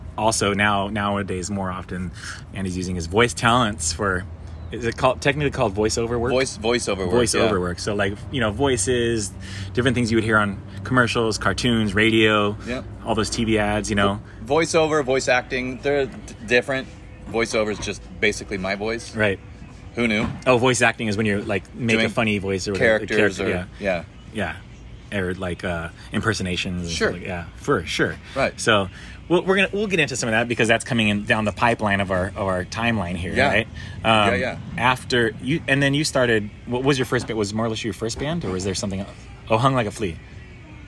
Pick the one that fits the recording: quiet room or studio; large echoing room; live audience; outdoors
outdoors